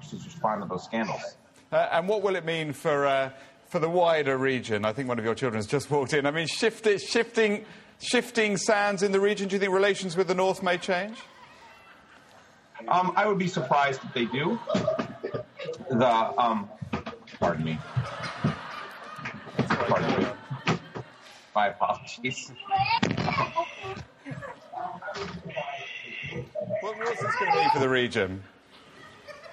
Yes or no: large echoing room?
yes